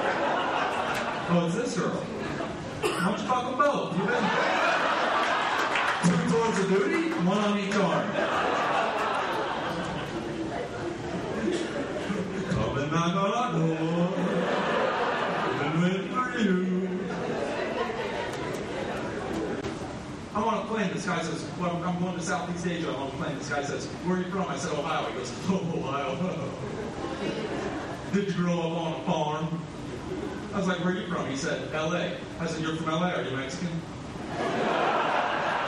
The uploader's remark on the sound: This episode was recorded at the Improv Comedy Club in Louisville, Kentucky.